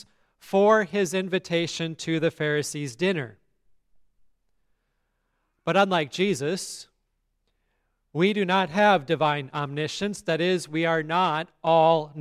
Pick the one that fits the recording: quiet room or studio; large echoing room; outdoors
large echoing room